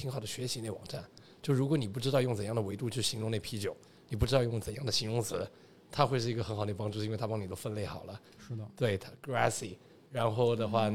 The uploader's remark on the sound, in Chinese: 在3月份麦子店“野菌与世涛”的品酒局里，我们在现场做了一个声音纪录，节目里穿插了部分现场录音